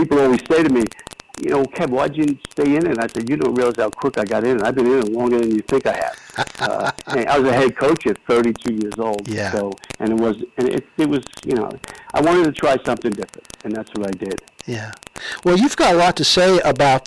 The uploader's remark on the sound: A phone interview